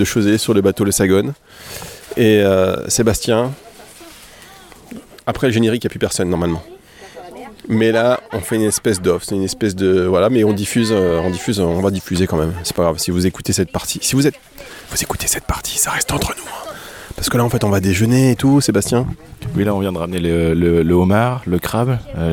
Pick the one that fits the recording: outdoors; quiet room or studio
outdoors